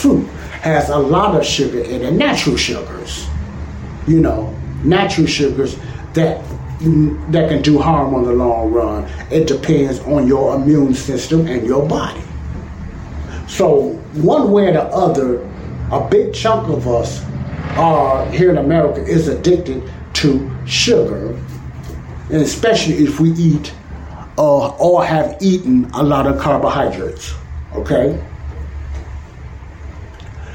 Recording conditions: sounds in the background